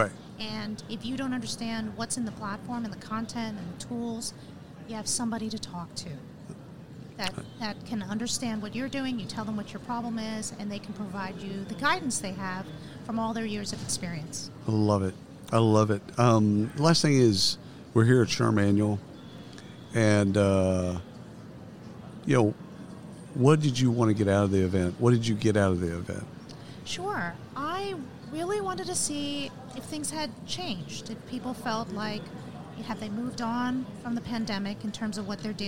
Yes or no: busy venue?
yes